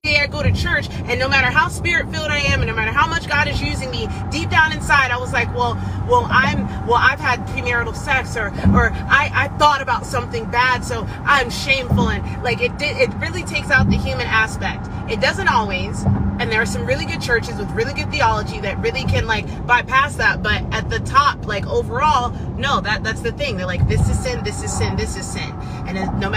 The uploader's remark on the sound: an episode that is uploaded directly from my phone from a voice memo or a live.